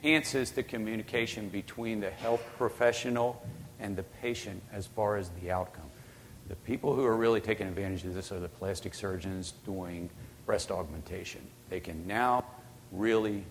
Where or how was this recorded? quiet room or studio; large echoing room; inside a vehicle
large echoing room